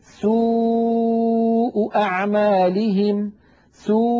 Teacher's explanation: ترتجف الحبال الصوتية في الحنجرة مع انضمام الشفتين، مجموع هذا العمل يؤدي إلى خروج صوت الواو.